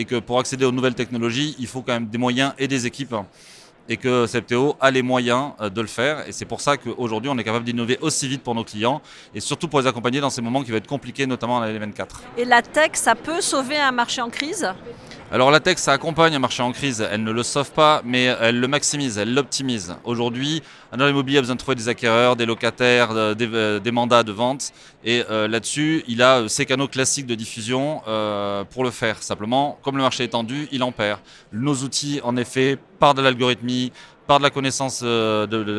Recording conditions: busy venue